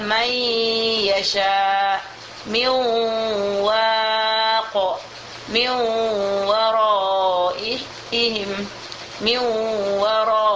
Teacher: dengung mesti ada, idgham mesti, tetapi tidak ada tasdidnya di huruf waw dan tidak ada tasdid di huruf ya. Itu namakan idgham naqis bil ghunnah.